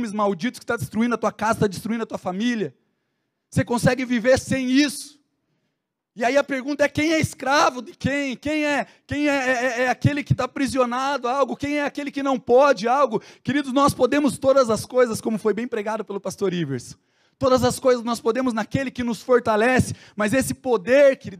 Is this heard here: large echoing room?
yes